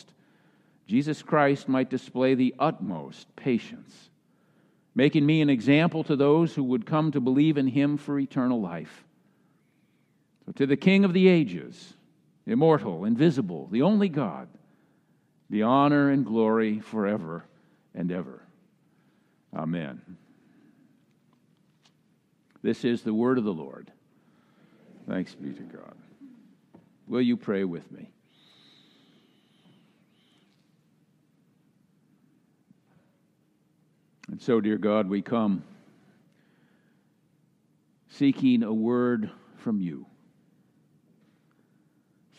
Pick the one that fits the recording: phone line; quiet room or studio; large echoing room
large echoing room